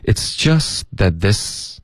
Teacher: this 跟 is 也要连读